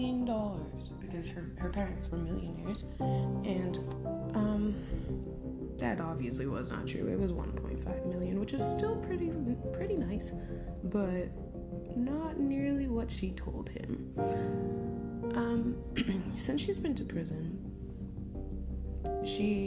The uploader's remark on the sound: Don't mind the background noise, it's my family lol